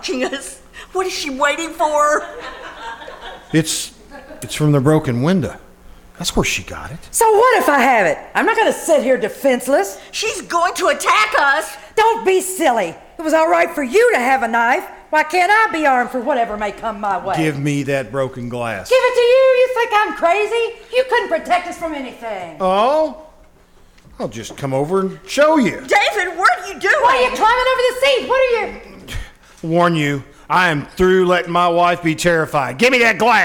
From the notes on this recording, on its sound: Performed "LIVE" at the First Vineyard Winery in Jessamine County, Kentucky. Here is the audio from the second half of their show.